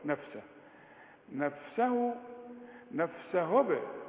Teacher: الهاء بينها، طلع شوية هوا كده